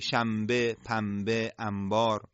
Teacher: این نون در نزد حرف با به میم تبدیل میشه · Term: اقلاب